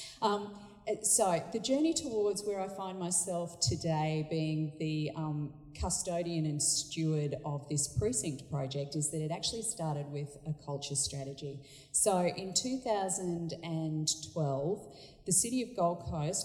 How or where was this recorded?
busy venue